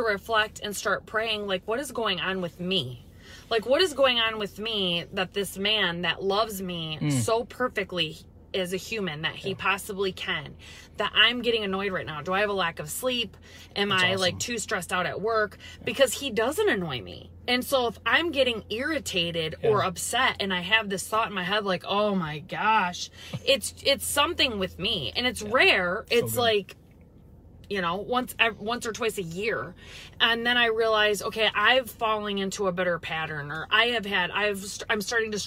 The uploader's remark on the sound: we go LIVE from our car